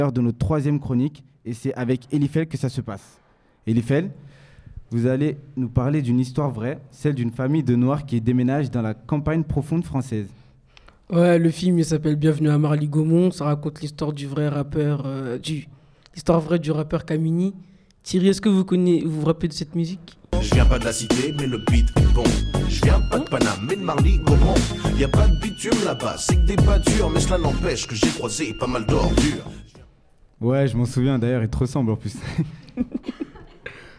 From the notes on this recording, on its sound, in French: Enregistrée, en public à la médiathèque Abdelmalek Sayad, au Musée National de l’Histoire de l’Immigration, le 21 mars 2017, à l'occasion du Grand Festival, une semaine d’éducation et d’actions contre le racisme et l’antisémitisme. Des micro trottoirs et un reportage dans l'exposition permanente du Musée.